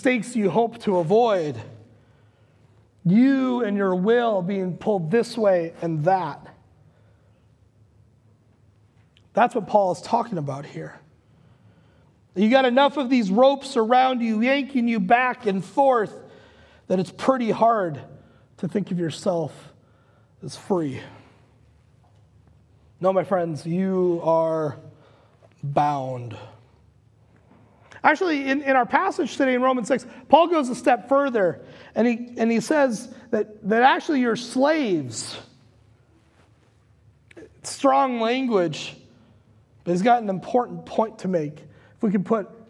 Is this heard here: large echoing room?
yes